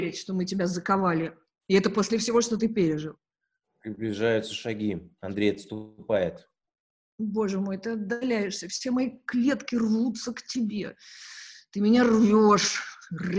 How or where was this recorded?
video call